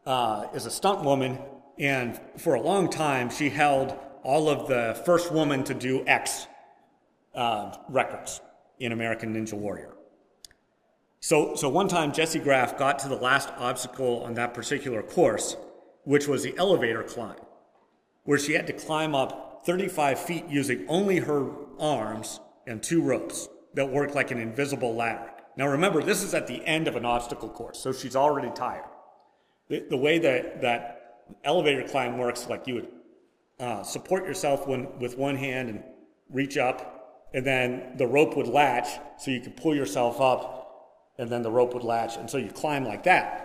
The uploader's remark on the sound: Preached at First Presbyterian Church of Rolla on All Saints’ Sunday.